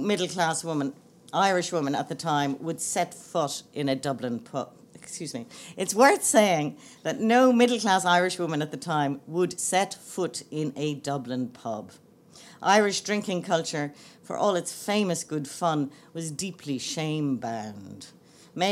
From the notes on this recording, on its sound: Laureate For Irish Fiction Annual Lecture 2016. Delivered her first US lecture as Laureate for Irish Fiction at the Lillian Vernon Creative Writers House as part of the Laureate programme.